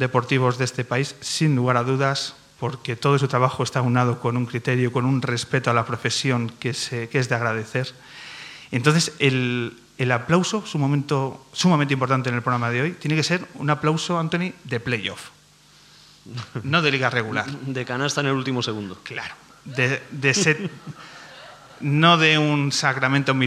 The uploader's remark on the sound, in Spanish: En nuestra nueva casa, el Teatro del Barrio, y con la presencia de público en directo